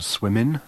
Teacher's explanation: We hear the ing ending pronounced with an alveolar nasal